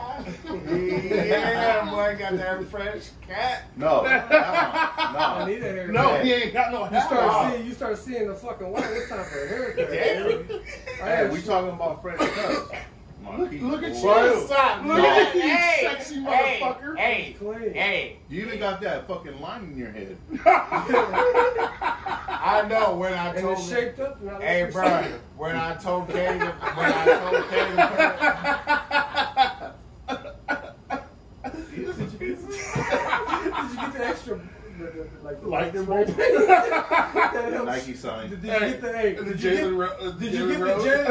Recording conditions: poor sound quality